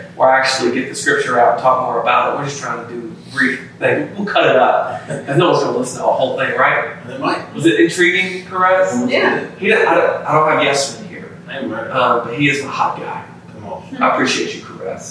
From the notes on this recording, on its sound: Pardon the poor audio quality this week as we had some issues with our equipment